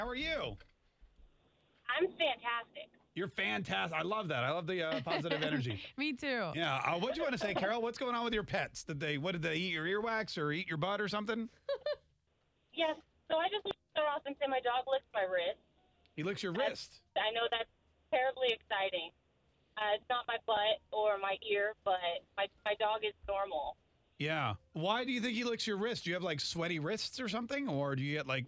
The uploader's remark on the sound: Anonymous called in to confess.